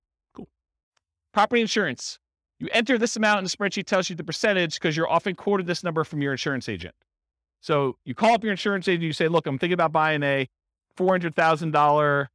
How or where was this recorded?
live audience